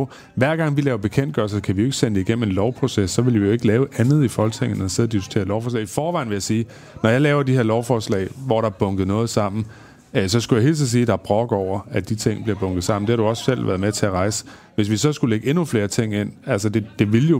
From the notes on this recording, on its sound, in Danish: Optaget på Folkemødet.